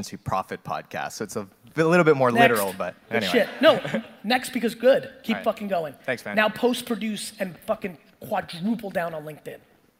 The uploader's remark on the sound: Digital Agency Expo Keynote.